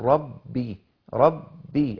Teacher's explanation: فالحرف المشدد عبارة عن حرفين، الأول ساكن والثاني متحرك، تقول ربي ربي، الباء تسمعها مرتين، في الأولى بسكون والثاني يكون متحركة